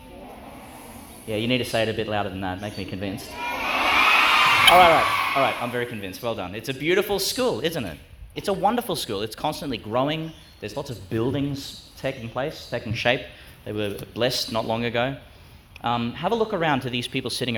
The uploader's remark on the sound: Homily for Catholic Education Week, (Feast of Saint James, Apostle), delivered at St John the Baptist Catholic Primary School, Gladstone, Qld.